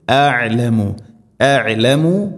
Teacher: ഹംസ തൊണ്ടയുടെ താഴെ ഭാഗമാണ് മഖ്റജ്, ഐന് തൊണ്ടയുടെ മധ്യഭാഗം. അ മഖ്റജ് അടുത്താണ്, അതുകൊണ്ട് പ്രത്യേകം ശ്രദ്ധിക്കണം.